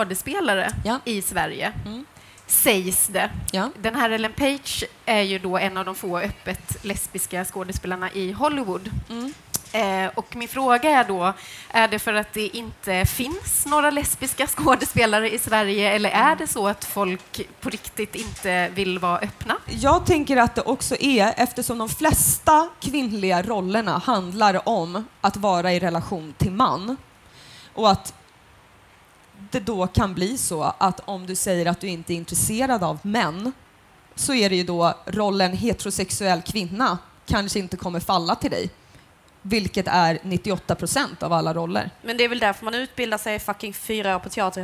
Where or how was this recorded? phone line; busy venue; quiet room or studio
busy venue